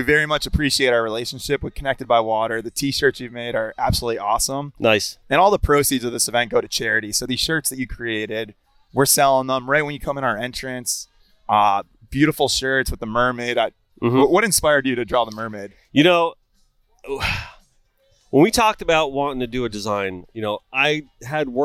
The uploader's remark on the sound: Connected By Water: ON LOCATION. We were all set up with our trailer, aka “The Minnow” for the 2022 Pompano Beach Seafood Festival.